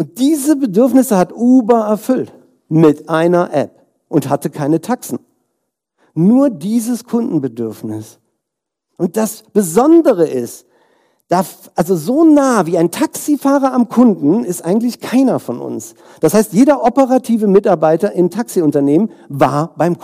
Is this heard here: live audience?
yes